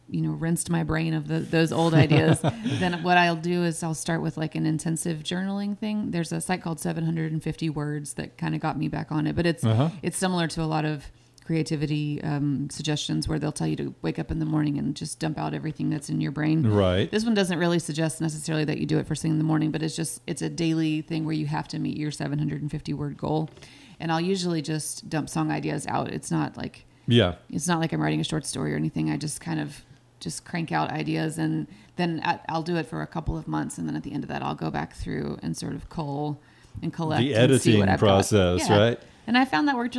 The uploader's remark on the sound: from the 2019 30A Songwriters Festival